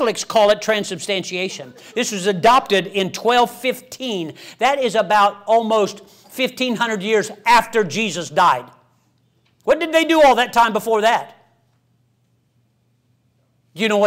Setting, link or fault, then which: setting, large echoing room